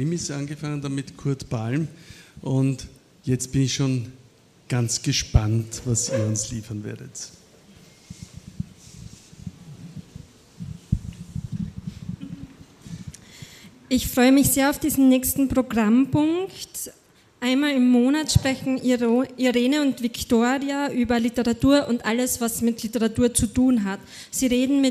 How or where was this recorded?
busy venue